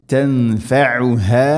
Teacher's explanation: ഐന തൊണ്ടയുടെ മധ്യഭാഗം, ഹ തൊണ്ടയുടെ താഴെ ഭാഗം